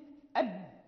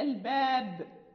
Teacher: لكون الباء والدال من الحروف الشديدة فينحبس الصوت